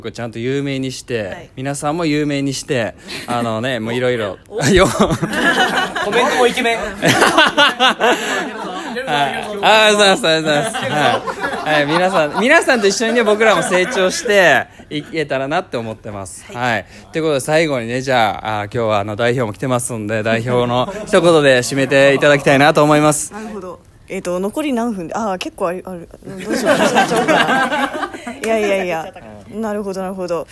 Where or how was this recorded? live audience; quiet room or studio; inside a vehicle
live audience